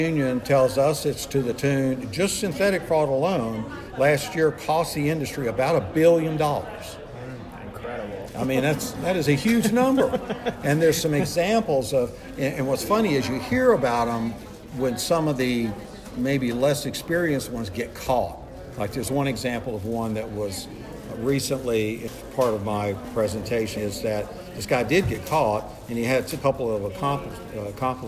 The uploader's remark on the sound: This episode of the Auto Remarketing Podcast recorded during the recent Auto Intel Summit in Raleigh, N.C.